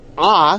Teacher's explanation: the Chataf Patach begins as a Shva and essentially morphs into a Patach. It starts out as a little bit of a guttural letter, and then it turns into a regular Patach